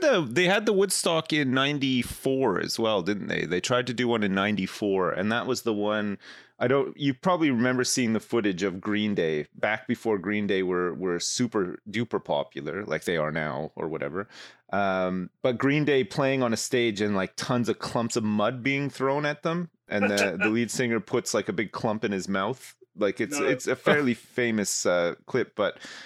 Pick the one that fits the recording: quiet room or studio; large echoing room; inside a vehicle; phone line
quiet room or studio